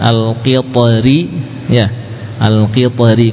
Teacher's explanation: Kemudian kata al-qitri kalau ketika wasal ya jelas tipis kan, al-qitri ya, al-qitri karena kasrah.